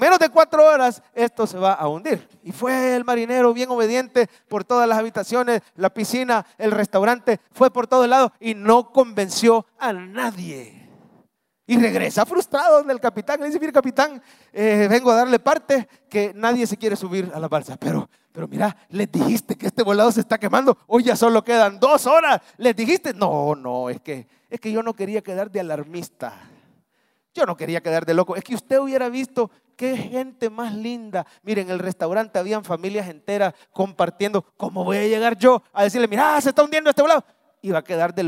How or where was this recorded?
large echoing room